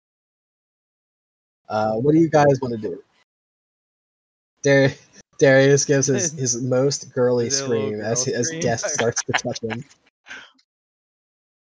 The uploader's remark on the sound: Had some technical difficulties with the recording of this one